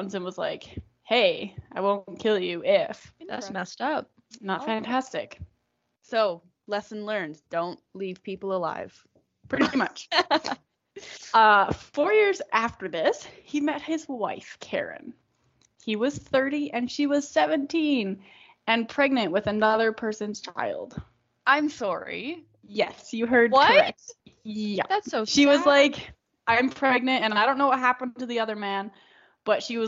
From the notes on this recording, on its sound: We're still working to get our audio perfected so please bear with us.